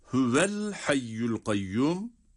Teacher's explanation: Burada hüveye hareke verince yani vav harfi harekeli okununca sonraki el hayyul kayyum dediğimiz yerdeki el hayyu kelimesinin başındaki harekeli olan hemze okunmadan düşer. Yani telaffuzdan düşer. · Term: vasıl hemzesi